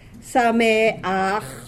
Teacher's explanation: This is called the furtive patach. We don't say Samecha, but we say Sameach.